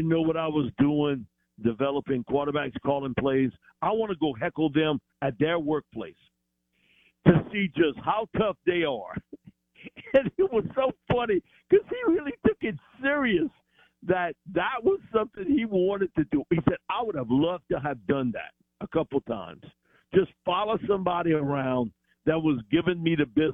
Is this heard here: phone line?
yes